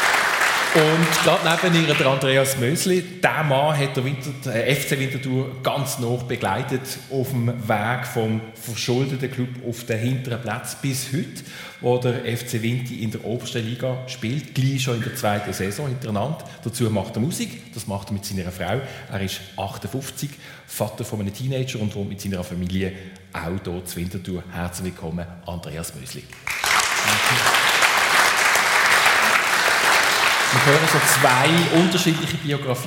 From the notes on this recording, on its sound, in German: Juni 2023 live aus dem Casinotheater Winterthur.